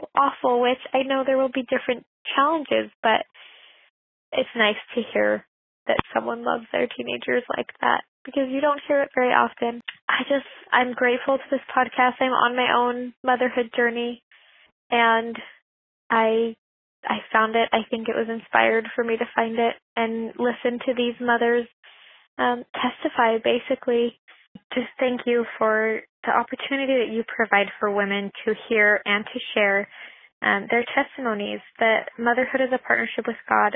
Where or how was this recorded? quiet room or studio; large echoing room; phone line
phone line